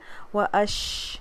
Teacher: شین پہ جو ہے وہ ہمس آ جائے گا، یہ بھی ہمس لیٹر ہے، و اش اس طرح سے اسپریڈنگ ساؤنڈ آئے گی، و